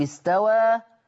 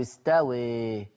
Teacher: استوى الألف مرسومة على ياء، يبقى فيها فتح وتقليل. أقول استوى أو استوي، يفتح يقلل بمزاجي.